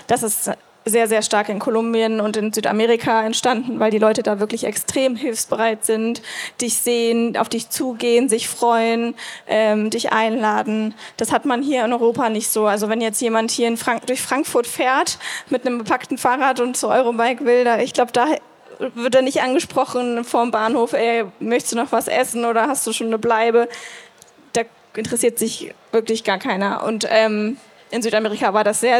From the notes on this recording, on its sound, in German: Live Podcast auf der Eurobike 2023. Live auf der Bike Travel Stage der EUROBIKE 2023.